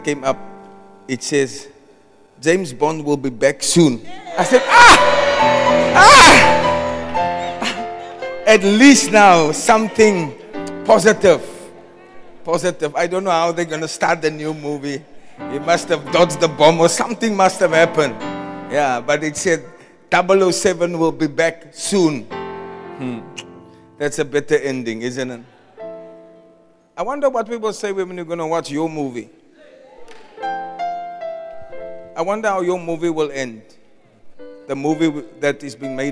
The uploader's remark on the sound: Preached at the Loyalty and Disloyalty conference 2023